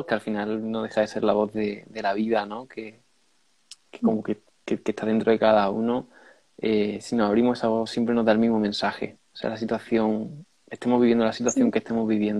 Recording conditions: video call